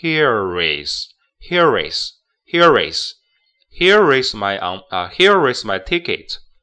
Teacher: 那里 R 跟 is 要连读，所以就是 Here is my ticket